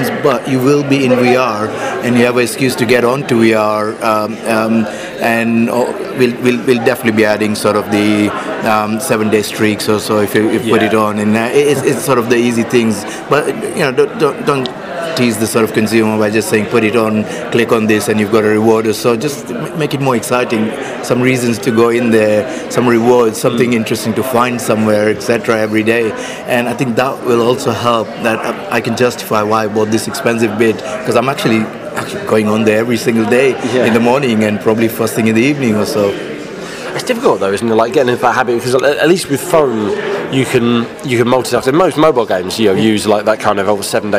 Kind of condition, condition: setting, busy venue